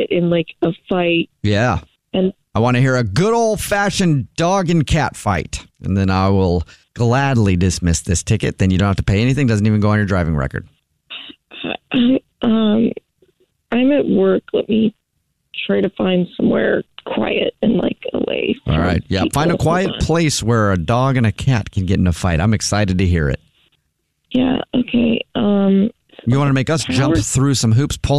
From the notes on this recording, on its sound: phone prank style